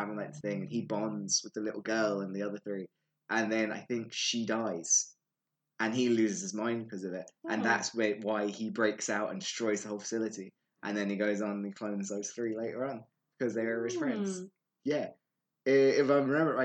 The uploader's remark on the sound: Disclaimer due to issues with the audio this one isn't the best!